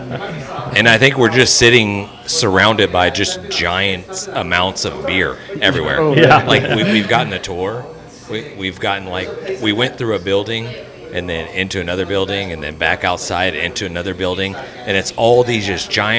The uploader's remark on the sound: on location at Martin House Brewing